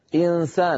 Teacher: فيذهب من مخرج الهمزة إي إلى مخرج السين مباشرة، ولا يقرع بطرف لسانه مخرج النون، يبقي من النون غنتها · Term: الإخفاء